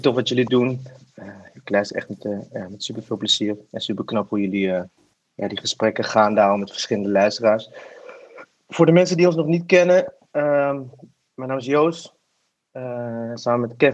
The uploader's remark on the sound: ClubHouse edition. Each participant in this conversation has consented to the recording.